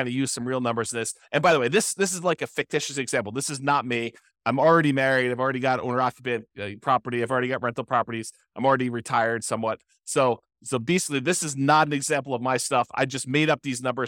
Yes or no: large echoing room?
no